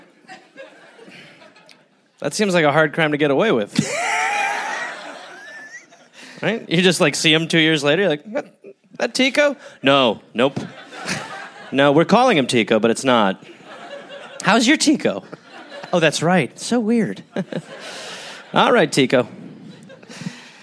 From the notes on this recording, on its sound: Recorded live in Copenhagen.